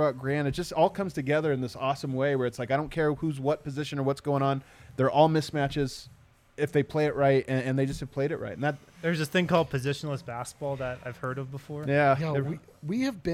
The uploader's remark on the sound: The guys are live from the DNVR Bar to break down the game.